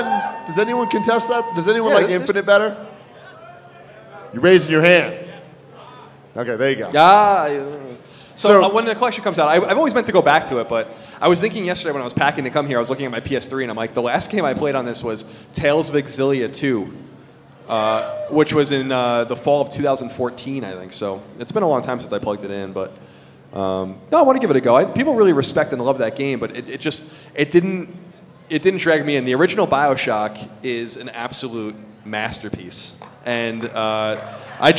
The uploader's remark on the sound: went to Denver to do a live show for PlayStation's Road to Greatness!